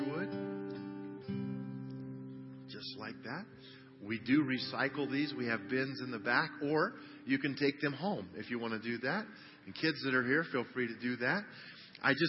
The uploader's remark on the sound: CHRISTMAS EVE CANDLELIGHT SERVICE - Audio